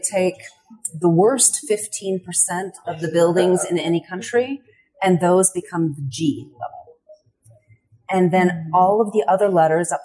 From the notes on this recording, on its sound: Recorded at the 26th International Passive House Conference.